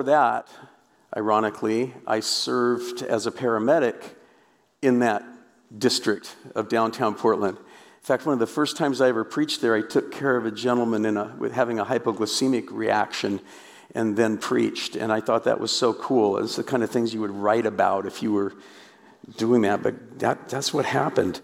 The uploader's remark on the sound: The first of 11 talks from this year’s RESTORE Conference. This was an amazing gathering of survivors of church hurt and abuse as well as pastors and Christian leaders, wanting to better minister to the survivors.